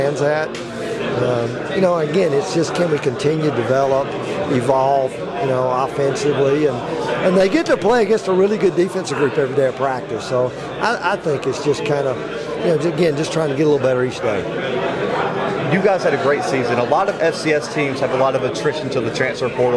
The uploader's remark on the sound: The Bluebloods are live from SoCon Media Day in Greenville, South Carolina.